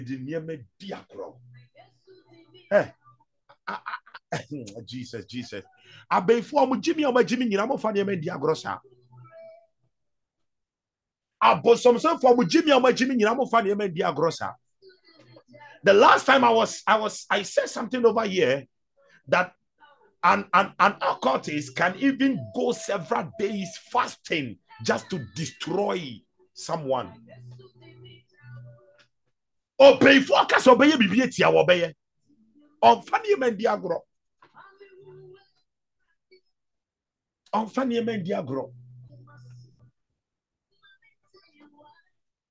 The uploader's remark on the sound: ZOOM SESSION